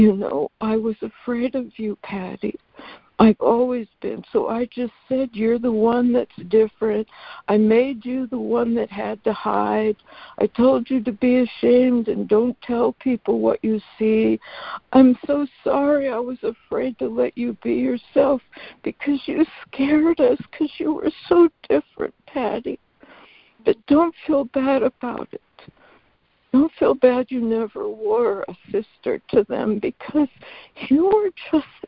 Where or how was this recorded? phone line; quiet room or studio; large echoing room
phone line